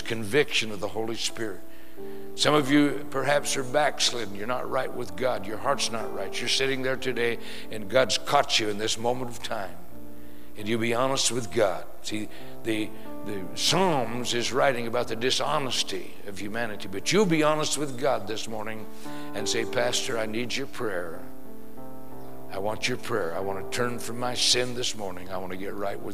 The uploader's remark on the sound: Preached in San Antonio TX Church